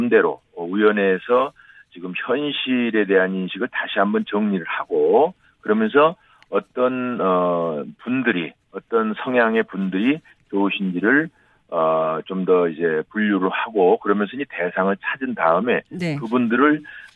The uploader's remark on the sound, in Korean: 전화연결